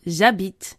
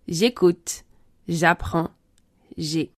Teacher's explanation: le « e » disparaît lorsque « je » est suivi d'un verbe qui commence par une voyelle ou un « h » muet